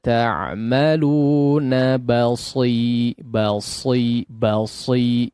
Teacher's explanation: sad tetap ditebalkan meskipun dia berharakat kasrah, ya, jangan basi, langsung taruh kasrah.